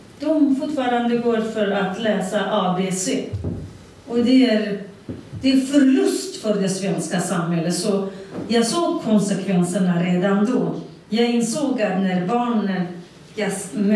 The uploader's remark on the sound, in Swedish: På ett möte organiserat av Arbetarpartiet. Här kan du höra inspelningen från mötet.